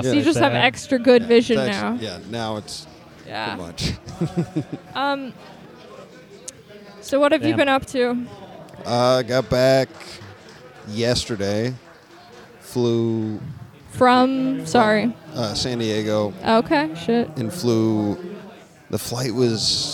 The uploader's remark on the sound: This episode was recorded live at Comedy/Bar in Capitol Hill!